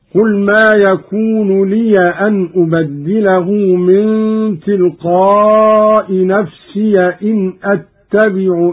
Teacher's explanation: قرأ قالون بفتح الياء من لي أن نفسي إن إني أخاف